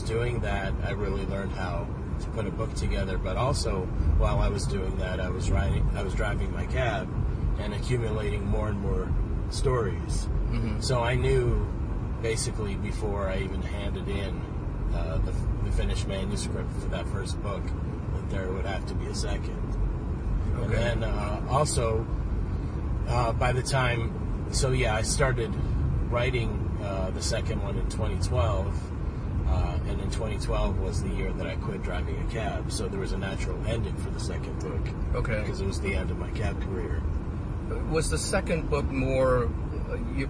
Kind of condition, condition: setting, inside a vehicle